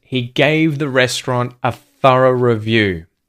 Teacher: Which are the stressed words? Gave. Restaurant, thorough, and review. He gave the restaurant a thorough review, and there's linking between restaurant and a.